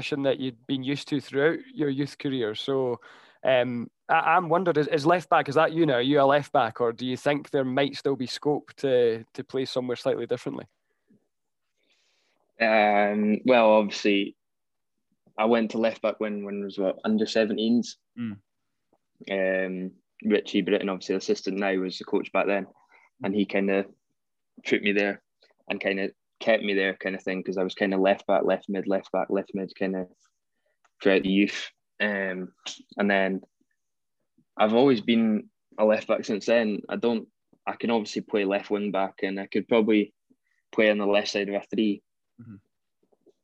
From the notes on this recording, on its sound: We caught up over Zoom